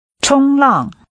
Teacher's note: Using high level and falling tones, say surfing.